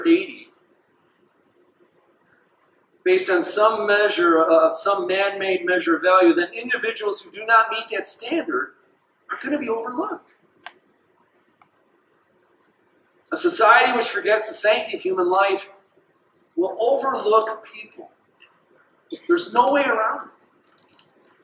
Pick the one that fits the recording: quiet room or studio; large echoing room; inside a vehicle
large echoing room